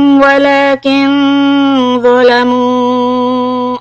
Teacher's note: the noon will be إخفاء، heavy quality